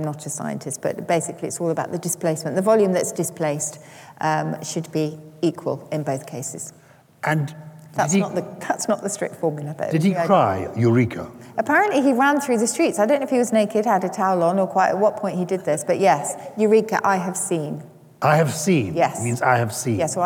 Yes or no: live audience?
yes